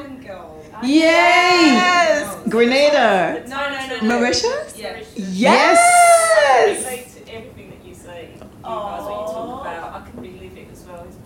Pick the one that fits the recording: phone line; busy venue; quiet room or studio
busy venue